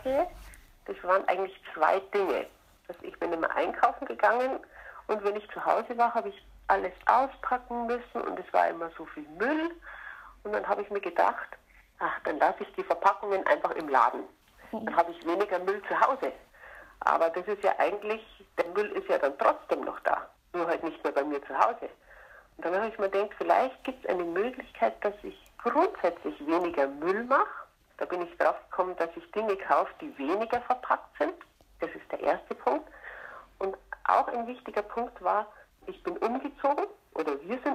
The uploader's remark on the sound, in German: per Telefon interviewen